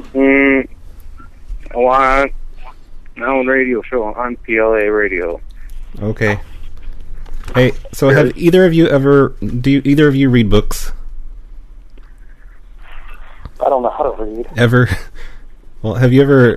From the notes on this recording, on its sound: Prank Phone Calls